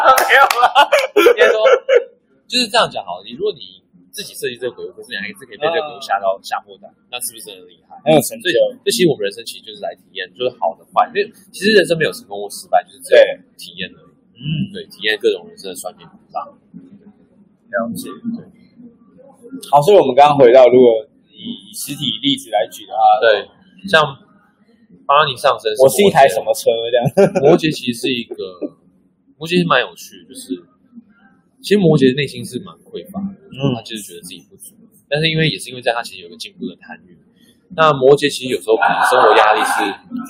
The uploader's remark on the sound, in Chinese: 本集現場錄音品質稍差，敬請見諒。